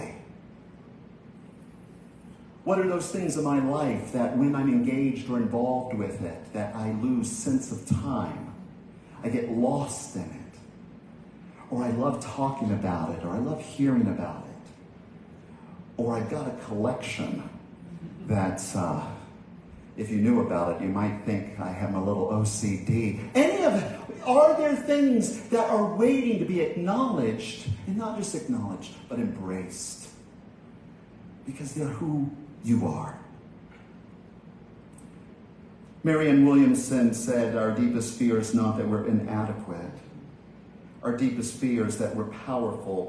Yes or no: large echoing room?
yes